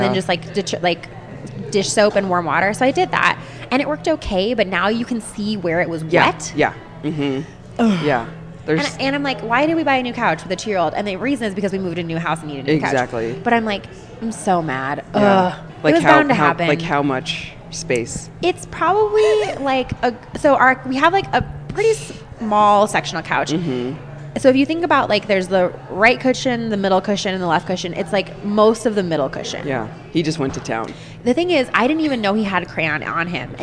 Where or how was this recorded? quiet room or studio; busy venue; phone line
busy venue